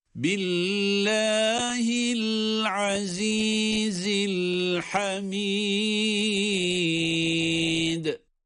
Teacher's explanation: Bu el-hamid kelimesinde de sondaki dal harfi dururken kalkale ile duruyoruz.